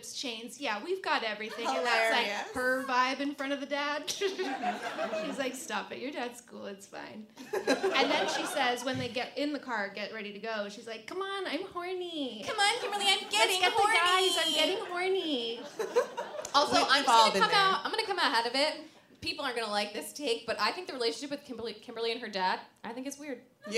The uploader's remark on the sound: This week's episode was recorded LIVE at the Just For Laughs festival in Toronto.